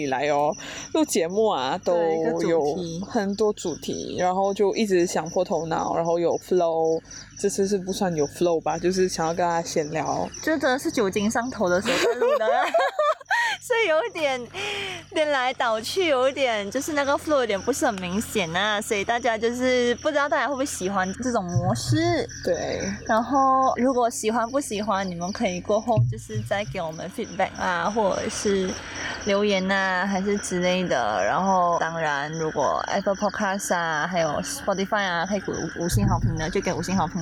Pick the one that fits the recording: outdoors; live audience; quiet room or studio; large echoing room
outdoors